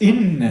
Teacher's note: Das Binnen-I wird abgehackt gesprochen, habe ich gelernt. · Term: Glottisschlag